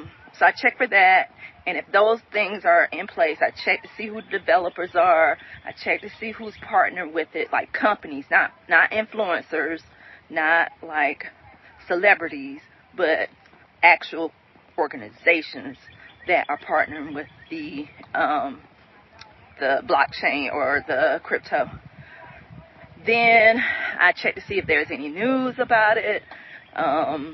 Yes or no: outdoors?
yes